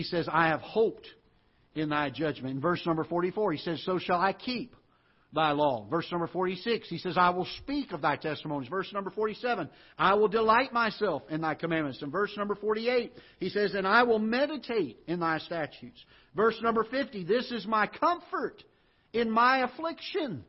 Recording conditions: large echoing room